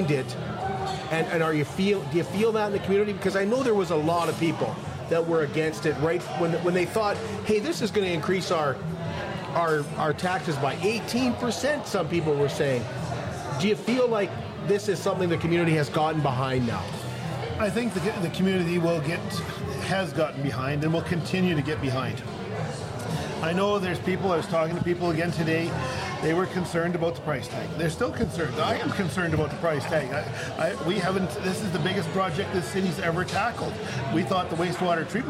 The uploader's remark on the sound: Live from the Canadian Brewhouse. Tuesday Night Sports Show at the Canadian Brewhouse.